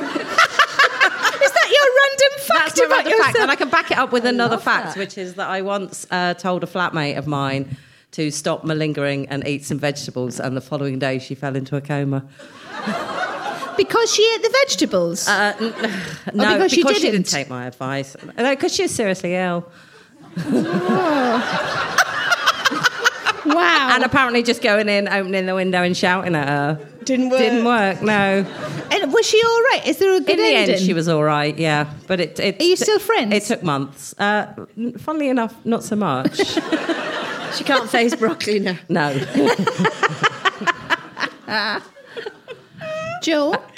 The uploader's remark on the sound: Recorded at Leamington Spa Comedy Festival, October 2017.